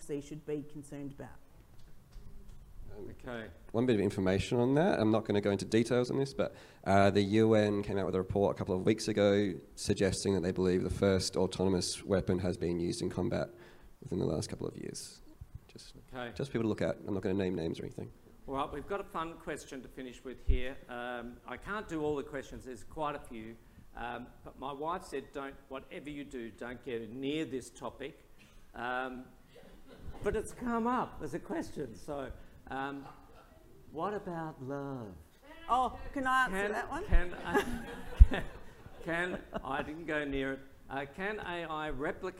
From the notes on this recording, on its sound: An audio release of our recent event, Better Than Us - The Impact of A.I.